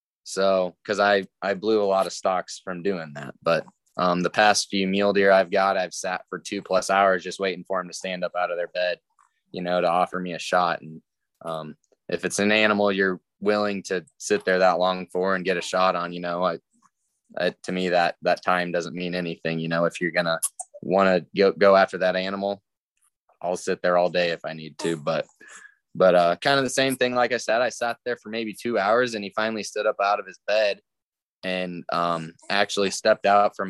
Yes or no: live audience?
no